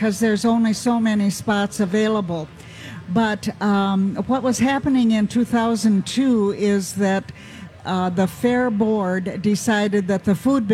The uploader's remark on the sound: LIVE from the Minnesota State Fair